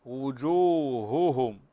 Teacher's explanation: عندنا هائين هنا مضمومتين. وجوههم حقق الضم في الهائين